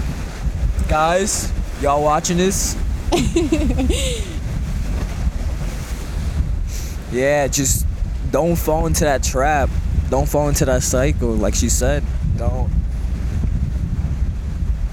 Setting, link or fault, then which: fault, wind noise